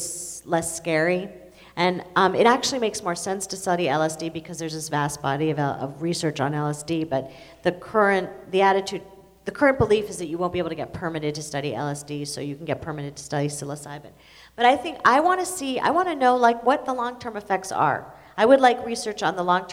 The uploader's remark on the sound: Recorded in front of a full house at Scripps College.